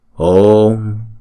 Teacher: chữ ô thì chúng ta đọc kéo dài hai nhịp